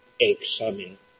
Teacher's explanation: La X en posición intervocálica representa dos sonidos, la KS o GS